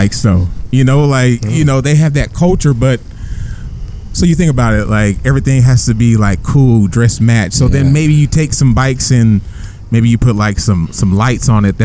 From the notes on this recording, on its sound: This conversation was recorded outside the Steinbeck Center on a sunny Sunday afternoon.